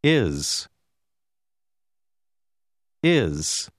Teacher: Generalmente la S finale si pronuncia z.